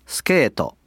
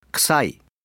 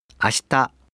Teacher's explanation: Las vocales I y U se pronuncian como un susurro cuando se encuentran entre los sonidos consonánticos CH, H, K, P, S, SH, T o TS, o cuando una palabra termina en esta combinación de sonidos consonánticos. Al susurrar la I y la U junto a dichas consonantes, estas casi desaparecen. · Term: Vocales susurradas